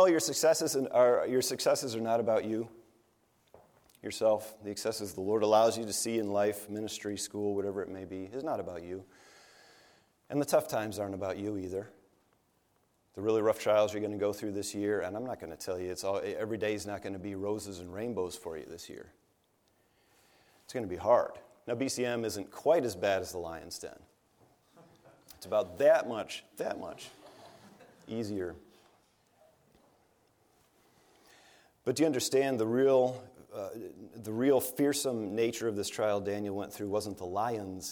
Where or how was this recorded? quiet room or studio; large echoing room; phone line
large echoing room